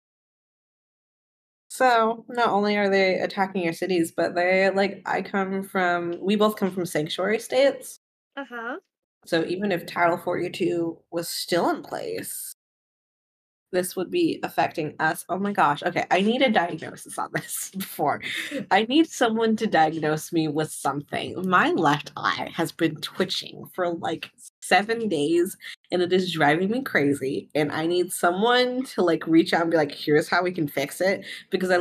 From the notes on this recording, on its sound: AUDIO ISSUE ALERT!! Audio ended up coming out very quiet.